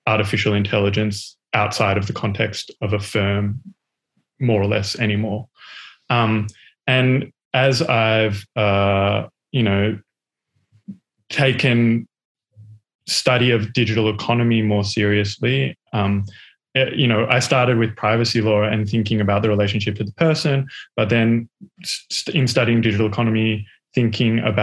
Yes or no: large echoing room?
no